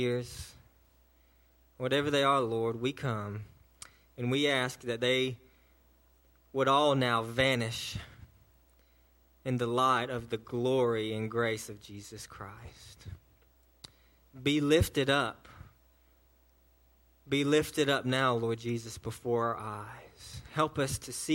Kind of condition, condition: setting, large echoing room